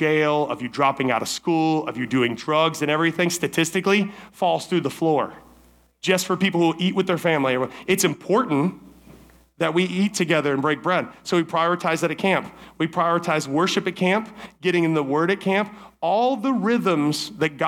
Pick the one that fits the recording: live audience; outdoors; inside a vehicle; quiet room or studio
live audience